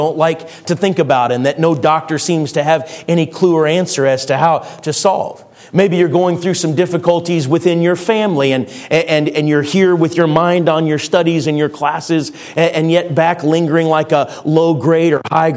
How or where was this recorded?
large echoing room